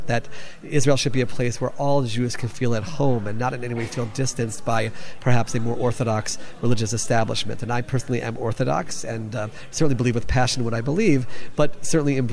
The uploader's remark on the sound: recorded at the National Religious Broadcasters convention